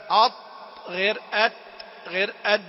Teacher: الطاء والدال والتاء الثلاثة تخرج من مخرج واحد